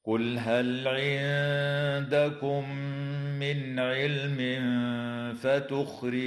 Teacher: وتخفى النون الساكنة عند الدال مع الغنة مرققة في كلمة عندكم · وتظهر النون الساكنة عند العين في قوله تعالى من علم